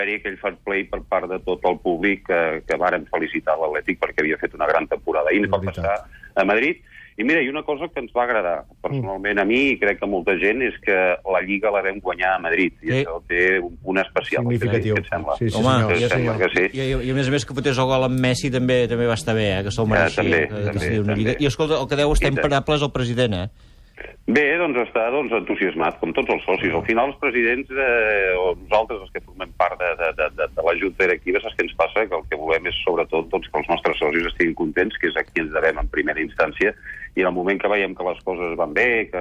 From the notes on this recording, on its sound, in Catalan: ha trucat en directe